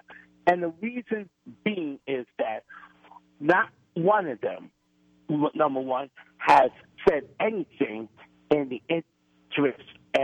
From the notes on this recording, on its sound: take calls from the audience